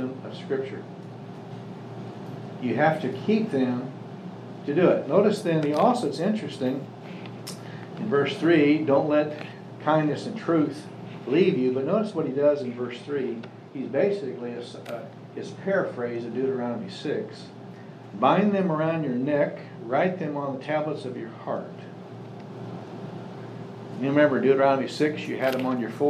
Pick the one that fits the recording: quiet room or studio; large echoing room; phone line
large echoing room